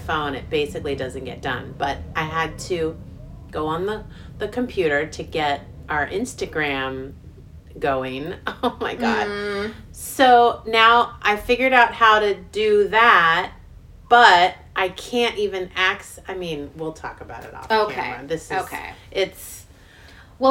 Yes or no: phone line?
no